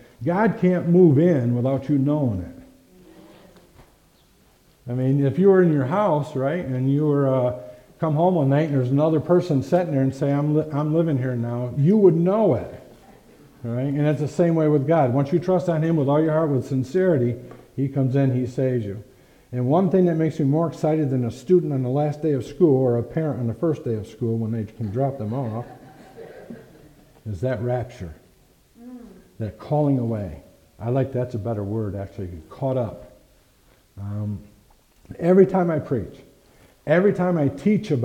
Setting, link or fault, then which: setting, large echoing room